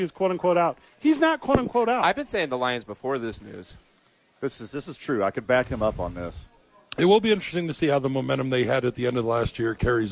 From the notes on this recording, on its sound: The Bois are live from Howie's Sports Page.